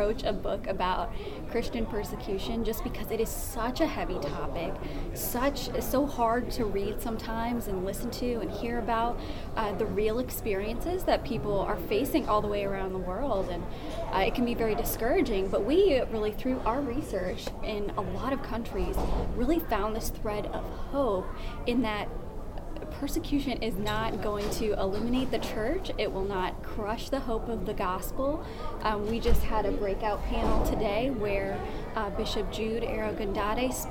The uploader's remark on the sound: The IRF Summit Authors' Corner took place at the IRF Summit 2022 in Washington, D.C.